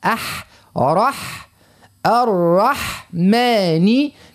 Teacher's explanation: باش ما تجيناش الحاء يعني تتبع الراء في التفخيم